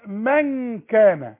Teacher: انما من كان الكاف مرققه فالغنه كمان مرققه.